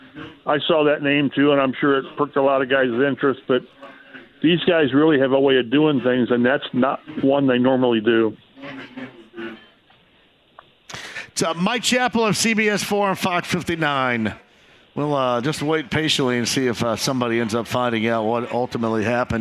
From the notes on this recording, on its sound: everyone at Britton’s Tavern